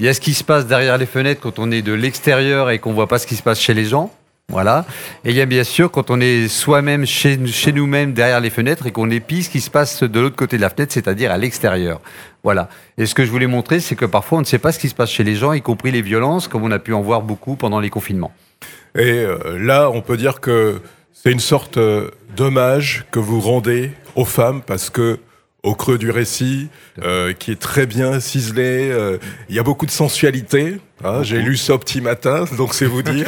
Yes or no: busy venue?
yes